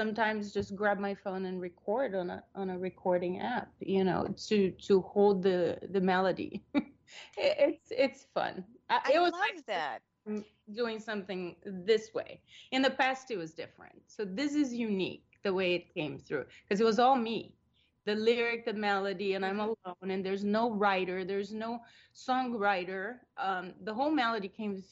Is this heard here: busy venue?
no